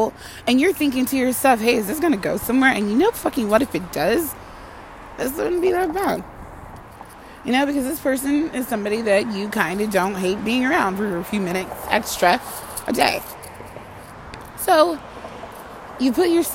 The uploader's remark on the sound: Just walking thoughts while I’m out and about.